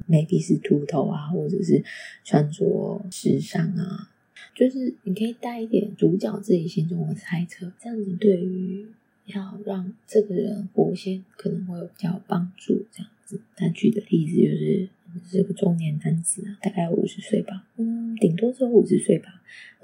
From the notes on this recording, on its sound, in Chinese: 這次用手機拿在手上錄音，音質不太穩定，請見諒。